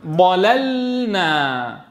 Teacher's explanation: فلا بد أن تبين السكون في اللام الأولى فتقول ضللنا